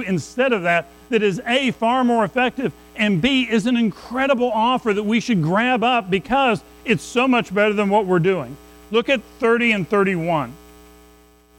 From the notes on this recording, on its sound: Recorded at Madison Baptist Church in Madison WV on Dec 17, 2023.